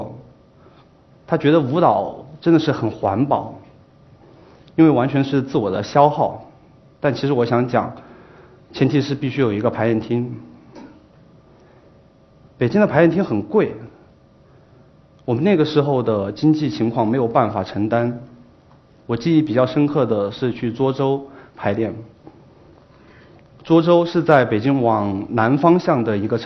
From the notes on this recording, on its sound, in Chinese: 在一席舞台上的演讲和现场舞蹈